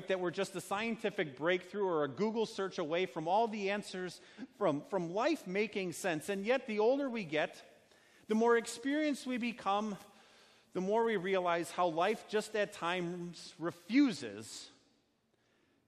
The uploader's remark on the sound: A sermon based on Haggai 1:1-11 preached at Our Savior Lutheran Church in Birmingham, AL, on Sunday, August 11th, 2019.